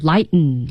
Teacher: 英文中这个 lighten 啊，它有一个喉音停顿